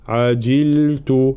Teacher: كلمة عجلت لابد من تحقيق كسرة الجيم